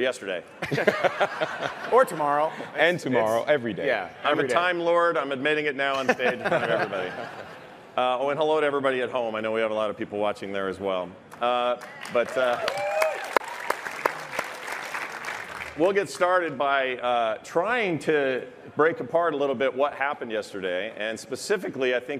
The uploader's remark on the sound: Our live panel from the Blizzcon Epic Stage!